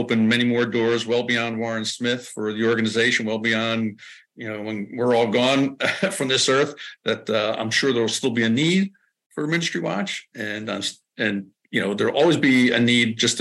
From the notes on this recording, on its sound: We had this interview via zoom last week.